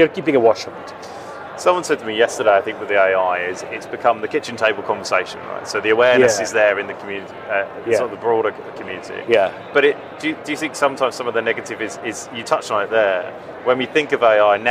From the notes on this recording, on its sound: Live from ITC. The 'Live at ITC' conversations at the Vegas InsureTech Connect confernce.